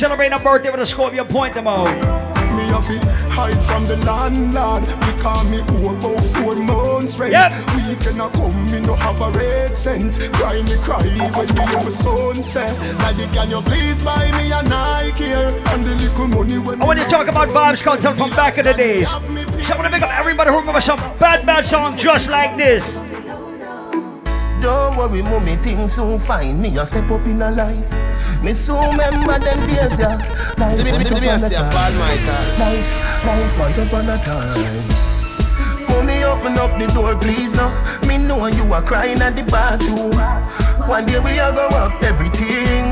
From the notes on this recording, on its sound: LIVE AUDIO! Live audio recording of island saturdays.